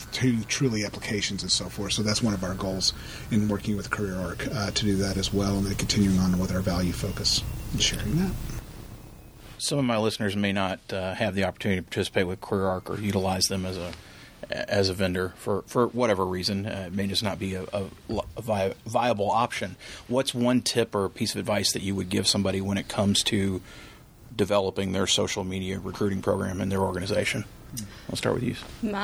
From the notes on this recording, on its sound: In this special episode recorded during CareerArc's EMBARC conference.